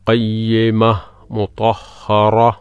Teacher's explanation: ഒരു ചെറിയ ഒരു ഹ ഉച്ചരിച്ചുകൊണ്ട് അതിന് സുക്കൂൻ നൽകിക്കൊണ്ട് വഖഫ് ചെയ്യുക